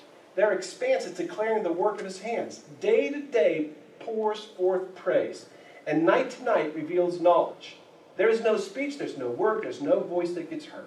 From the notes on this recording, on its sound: There was a problem with the audio of this sermon. We boosted the quality as best we could. We apologize for the poor audio quality.